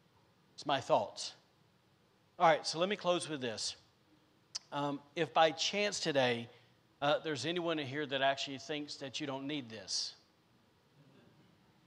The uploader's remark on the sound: recorded on Sunday, December 12th, 2021, during service at The Anchor Church in Rockport, Maine.